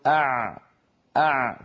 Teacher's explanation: لما نقول أع جربوا لو سمحتم أع أع تجدون بأن صوت العين فيه شيء من الامتداد ولكنه ليس امتدادا كاملا. إذن عندما تكون هذه الحروف سواكن فإن الشديد منها يكون زمنه قصير لأن فيه انحباس للصوت وعدم جريان.